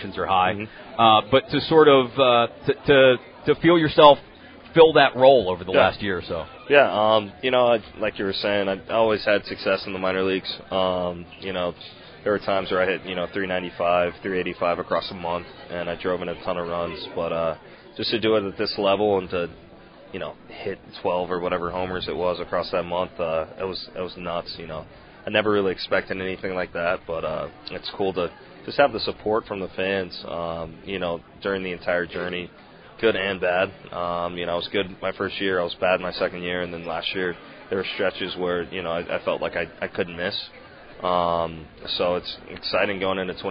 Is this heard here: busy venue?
yes